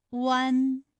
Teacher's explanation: 双唇呢要先搓圆，舌头后缩，舌位由后高元音乌向前低元音啊抬起，贴近上齿龈处。双唇同时有一个从合变开再变略展的动作，发出前鼻尾复合音读